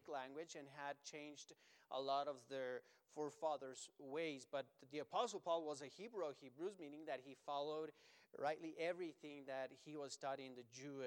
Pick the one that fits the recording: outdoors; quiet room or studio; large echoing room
large echoing room